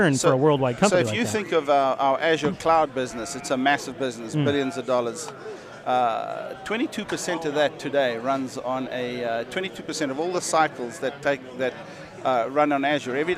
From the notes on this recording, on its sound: Live from the floor of LinuxFest Northwest 2015